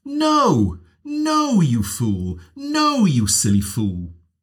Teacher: You start high and you come down · Term: high fall